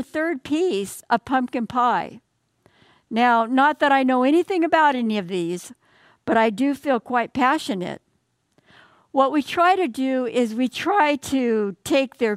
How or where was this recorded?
large echoing room